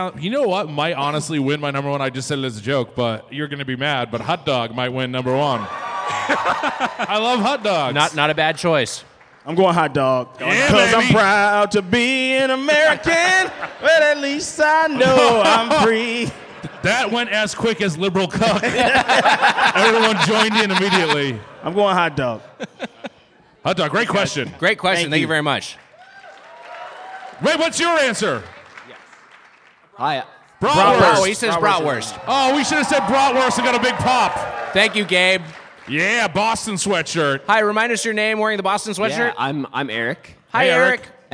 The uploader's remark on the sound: Recorded live at Turner Hall Ballroom in Milwaukee.